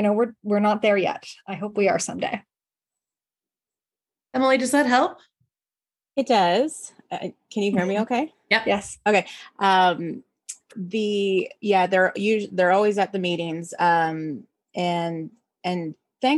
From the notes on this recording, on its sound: this was initially recorded as a video webinar